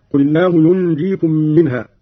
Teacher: مع ملاحظة إخفاء النون عند الجيم مع الغنة بمقدار 2 حركات